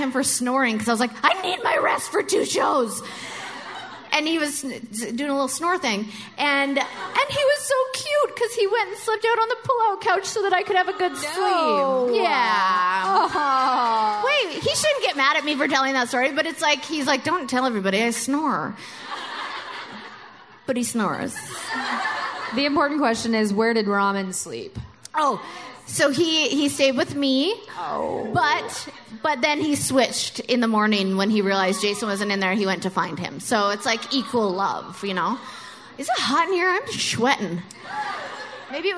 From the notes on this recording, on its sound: another live show